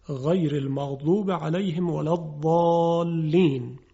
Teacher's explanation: در تلفظ حرف واد کناره زبان به کناره دندانهای آسیای بالا برخورد میکنه